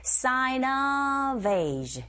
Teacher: sign의 은 소리가 자음, of의 어 모음, 연음현상